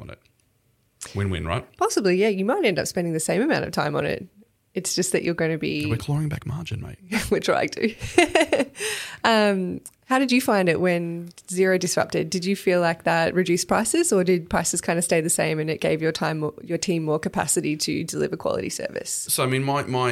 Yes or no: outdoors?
no